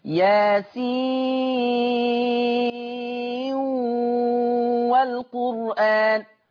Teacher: يضغم ورش النون في الواو في ياسين والقرآن